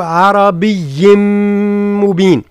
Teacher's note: وهو إدغام ناقص. لماذا؟ لأنه صفة النون وهي الغنة تبقى